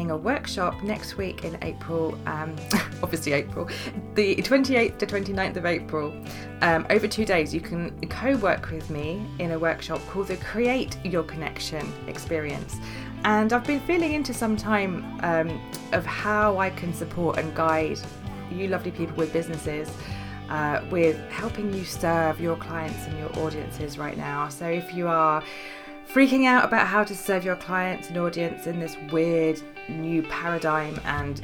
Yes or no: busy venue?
no